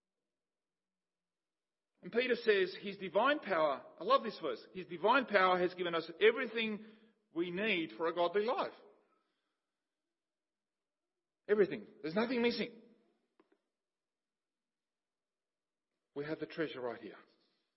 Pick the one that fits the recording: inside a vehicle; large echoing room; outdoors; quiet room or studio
large echoing room